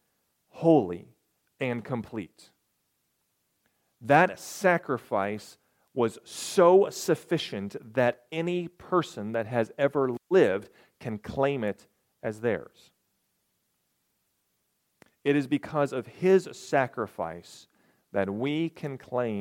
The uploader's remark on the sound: This message coincided with a special communion service. Recorded on March 11, 2023, at Ringgold Seventh-day Adventist Church.